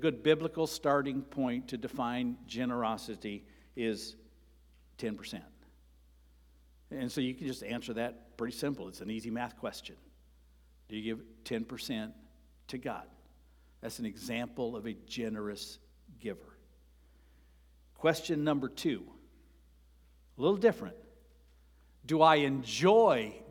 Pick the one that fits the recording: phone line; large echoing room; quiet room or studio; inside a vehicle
large echoing room